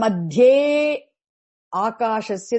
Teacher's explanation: Again, madhye akashasya, that akara dropped because of long akara. Long a follows a, so a got dropped.